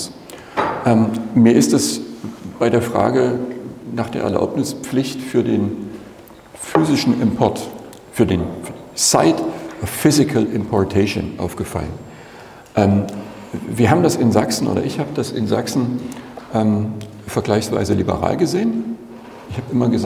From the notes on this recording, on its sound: GMP-Konferenz in Mainz. Live Podcast Session.